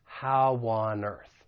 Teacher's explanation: So why on earth, that's a front vowel, so we can insert a slight y between the two vowels, why on earth. And how, this is a diphthong, but it's a back vowel, so we can insert a slight w sound